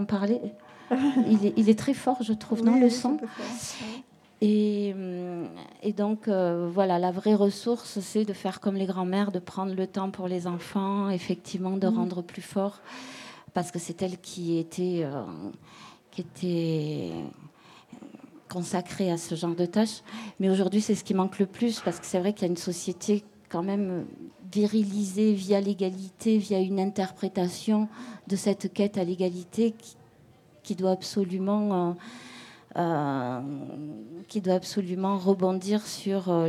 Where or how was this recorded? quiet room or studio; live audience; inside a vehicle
live audience